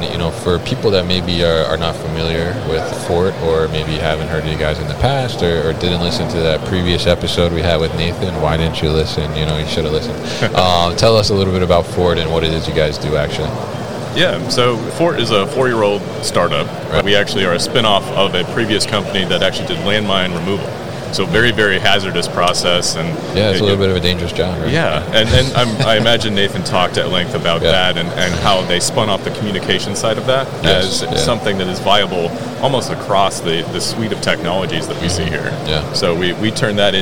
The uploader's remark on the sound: FORT Robotics at MODEX 2022